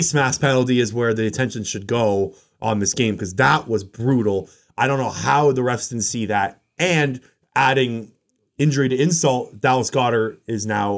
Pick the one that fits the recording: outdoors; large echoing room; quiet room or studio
quiet room or studio